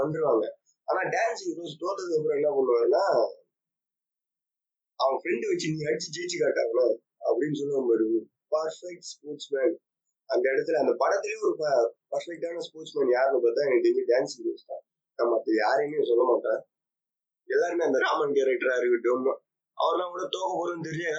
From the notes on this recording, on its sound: sorry for the very very poor audio quality